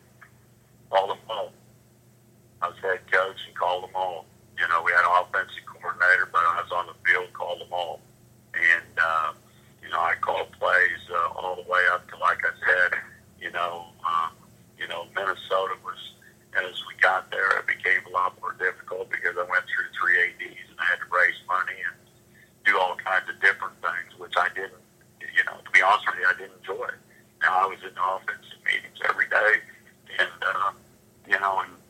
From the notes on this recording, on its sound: Listen to the teleconference between media and Rutgers.